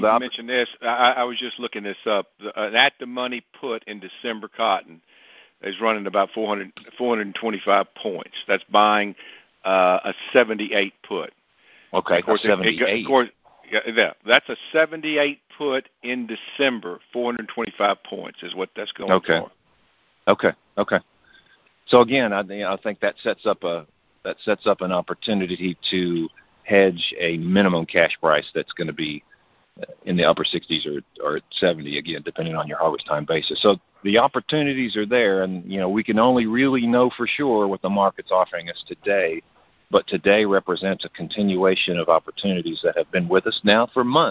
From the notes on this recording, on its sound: AG Market Network’s Monthly Conference Call On Cotton.